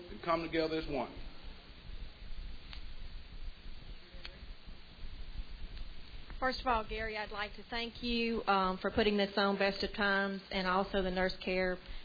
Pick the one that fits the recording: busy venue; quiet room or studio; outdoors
busy venue